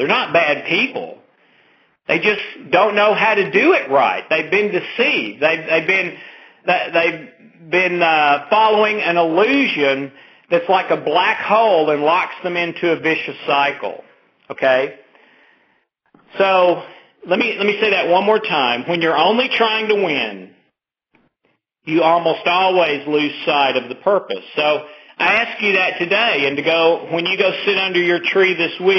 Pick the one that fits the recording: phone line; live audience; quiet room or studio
phone line